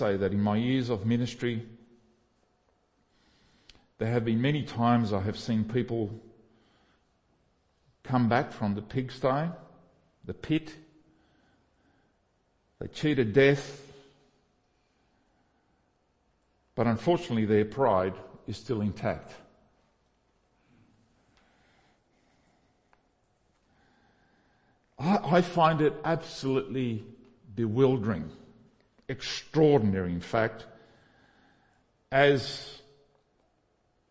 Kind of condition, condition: setting, large echoing room